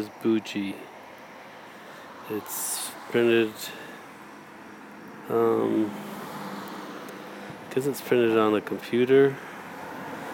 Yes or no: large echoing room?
no